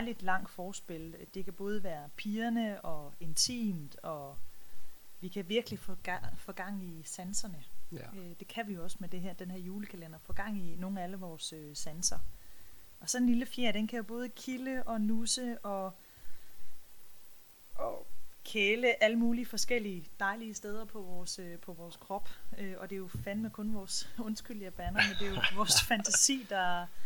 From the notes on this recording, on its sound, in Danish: Lyden kunne godt være bedre